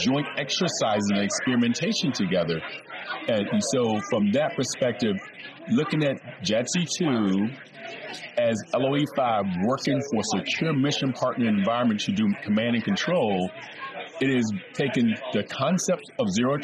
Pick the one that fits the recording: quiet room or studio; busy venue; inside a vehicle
busy venue